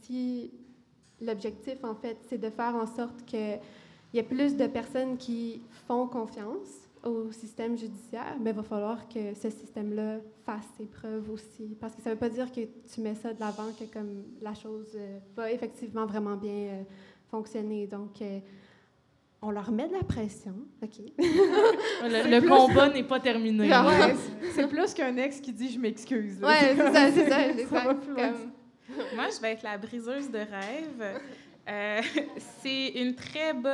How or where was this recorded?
live audience